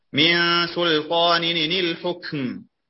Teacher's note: وإذا ألقيت حركة الهمزة على التنوين وحرك بها على مذهب ورش عن نافع في قوله في سورة في يوسف من سلطان الحكم لفظ بثلاث نونات مكسورات متواليات لا فصل بينهم